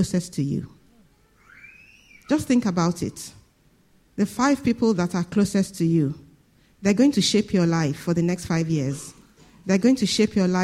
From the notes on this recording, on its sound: This Sunday Service message preached